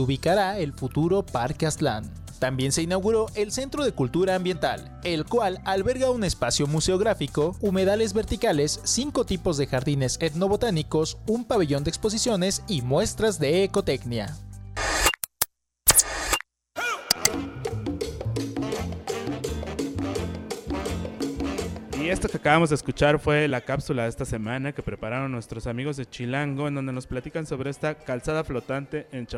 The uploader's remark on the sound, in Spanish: Transmitimos completamente en vivo desde el Museo UNAM Hoy. Ubicado en la esquina de Seminario y Moneda, justo frente al Palacio Nacional.